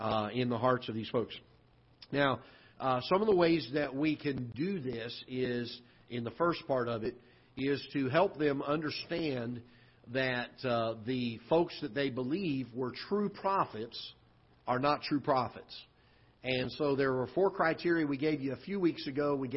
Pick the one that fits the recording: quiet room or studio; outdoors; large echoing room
large echoing room